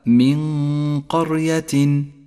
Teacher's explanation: النون الساكنة جاء بعدها حرف القاف، نخفي النون بالقاف مع بقاء غنة للنون من غير تشديد لحرف القاف · Term: الإخفاء